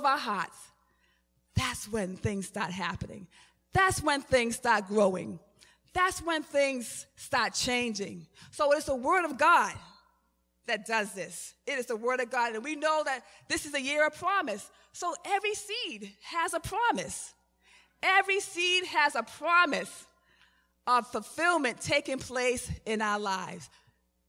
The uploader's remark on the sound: Recorded at the 11:30am Service on 2017-05-14.